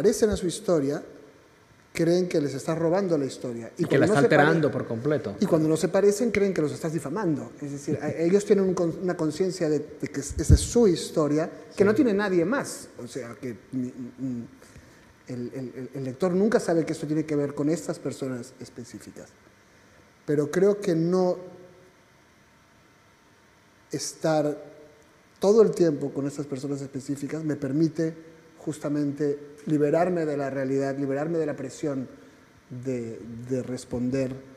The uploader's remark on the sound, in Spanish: La tercer jornada de Centroamérica Cuenta en Madrid